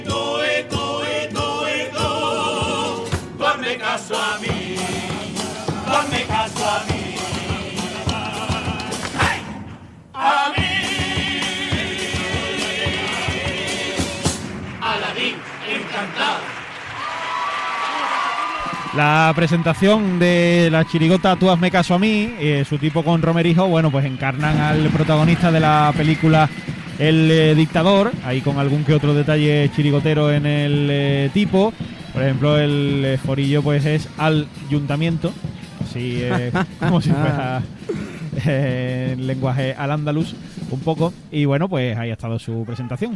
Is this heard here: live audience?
yes